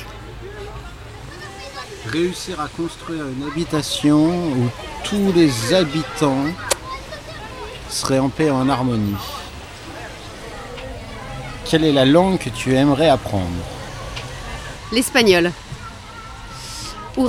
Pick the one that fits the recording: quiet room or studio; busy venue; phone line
busy venue